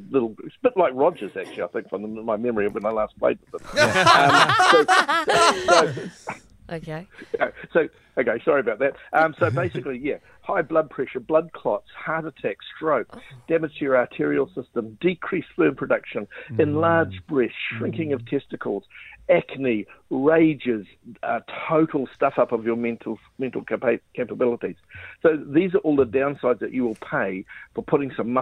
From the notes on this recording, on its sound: We were joined on the phone by friend of the show